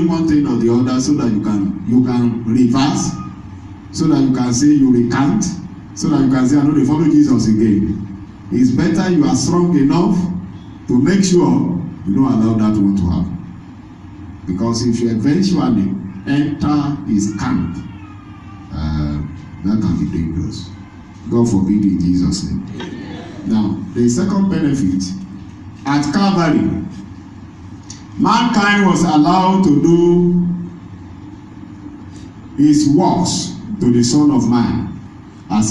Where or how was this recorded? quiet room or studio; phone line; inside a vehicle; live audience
live audience